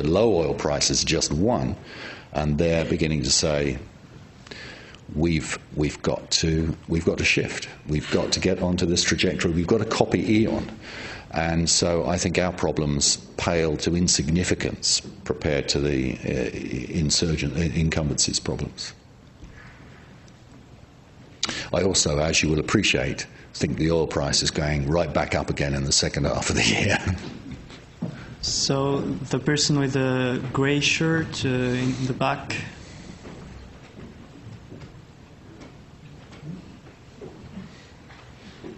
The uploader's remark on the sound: At this lecture